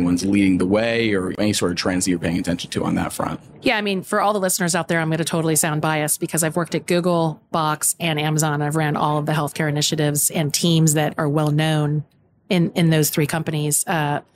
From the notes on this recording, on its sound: recorded at HLTH in Las Vegas